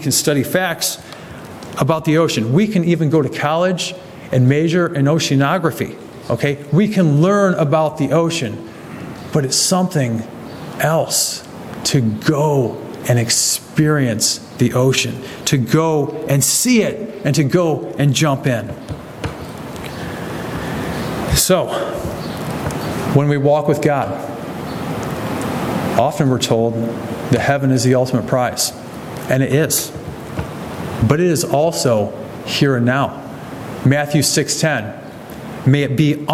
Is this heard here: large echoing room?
yes